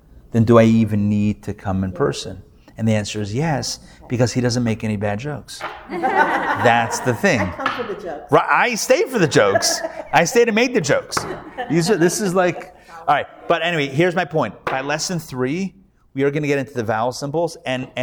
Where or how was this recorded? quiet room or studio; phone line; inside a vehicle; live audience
live audience